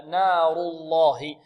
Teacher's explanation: إذن الراء مفخمة واللام من لفظ الجلالة مفخمة